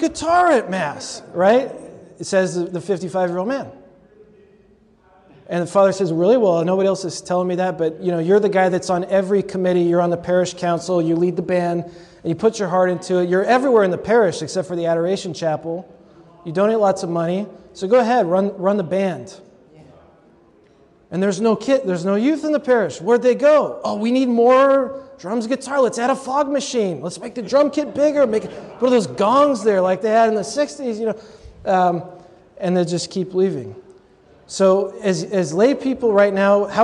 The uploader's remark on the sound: delivered at a recent convocation of Catholic leaders in New Jersey